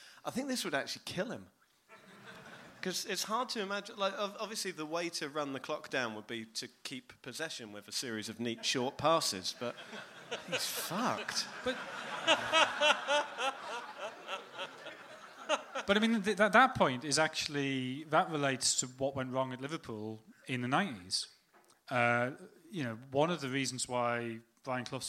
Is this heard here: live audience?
yes